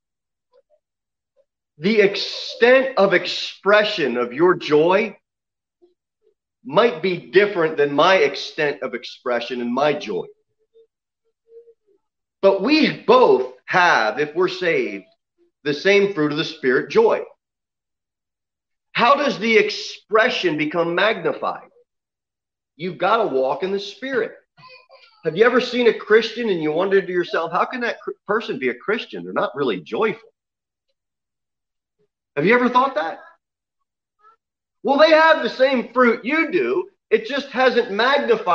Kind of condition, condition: setting, large echoing room